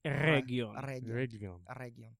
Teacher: The G is always hard. The R is always trilled, apparently.